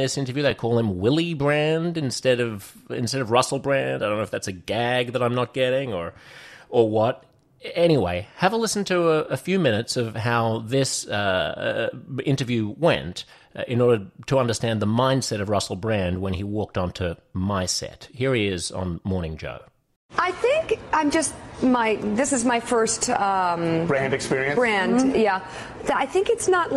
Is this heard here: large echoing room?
no